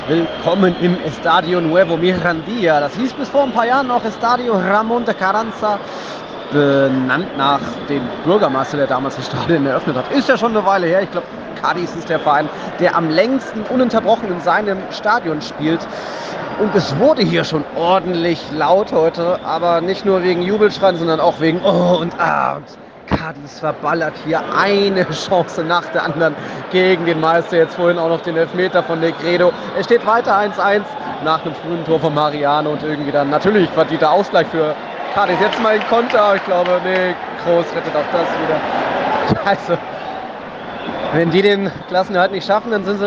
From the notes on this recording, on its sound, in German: Und ein paar Live-Eindrücke aus dem Bernabéu und aus Cádiz dürfen nicht fehlen!